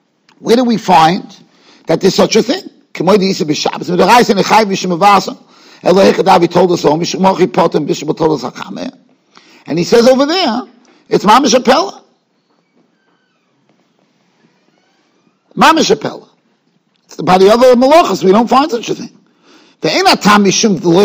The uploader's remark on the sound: Shiur recorded in Yeshivas Ohr Reuven, Monsey, NY.